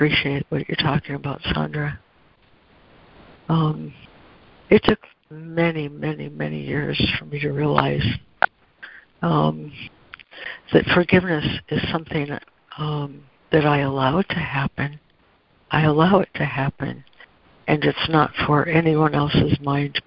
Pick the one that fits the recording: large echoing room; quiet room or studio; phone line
phone line